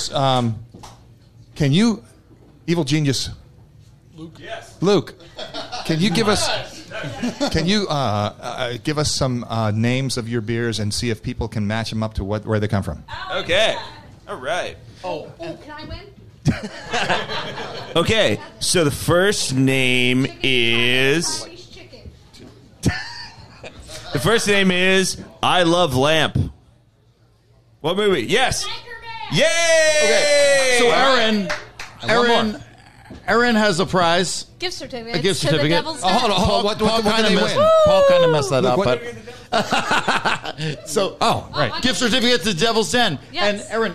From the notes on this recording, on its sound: Got together on July 28th at Tattooed Mom on South Street for an extra hilarious and informative Beer and Booze Broz live show! Thanks to Obie Media for recording the live show.